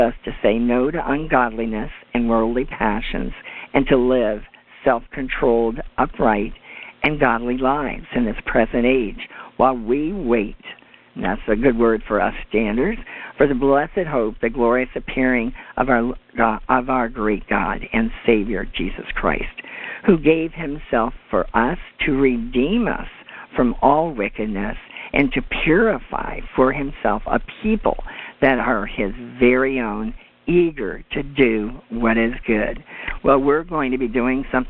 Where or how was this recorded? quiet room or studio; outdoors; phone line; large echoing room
phone line